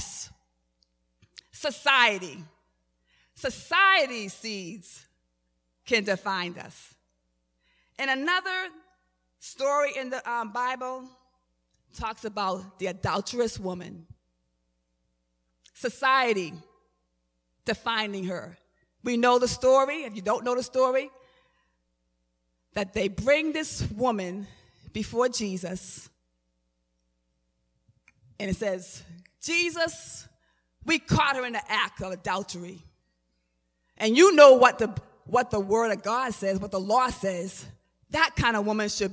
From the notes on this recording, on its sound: Recorded at the 11:30am Service on 2017-05-14.